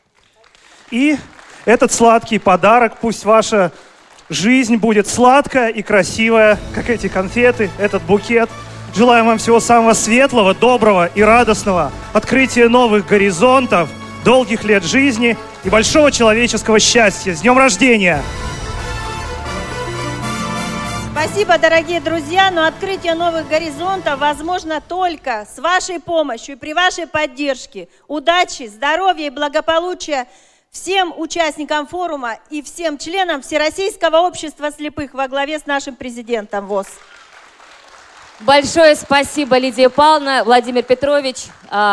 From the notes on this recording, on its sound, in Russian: Аудиозапись торжественной церемонии открытия Всероссийского образовательного молодёжного форума ВОС 2017.